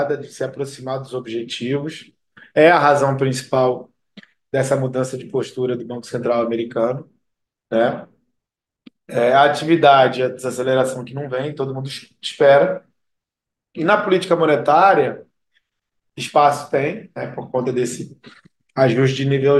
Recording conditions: video call